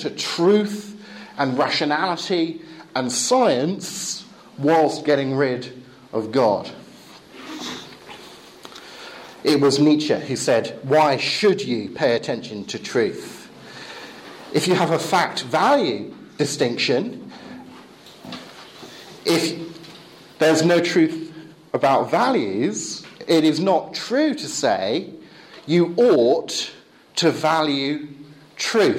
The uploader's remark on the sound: Lecture with Q&A delivered in English at Eastern European Bible College in Romania, May 2012.